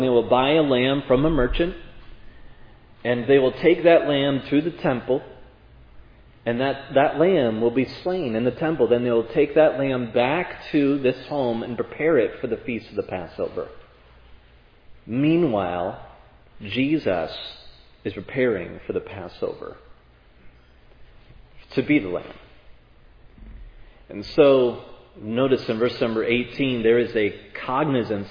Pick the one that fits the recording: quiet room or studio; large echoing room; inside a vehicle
large echoing room